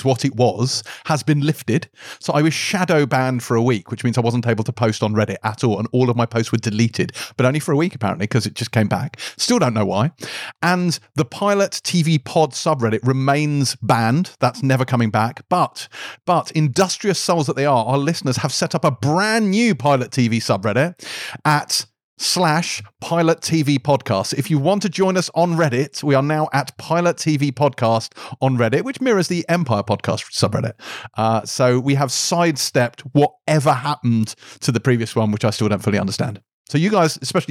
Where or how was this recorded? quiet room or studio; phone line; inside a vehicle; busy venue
quiet room or studio